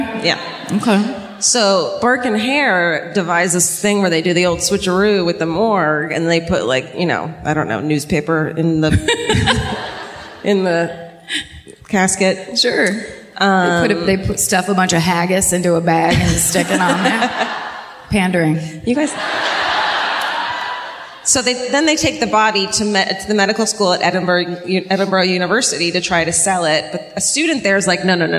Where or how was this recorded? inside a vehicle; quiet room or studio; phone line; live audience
live audience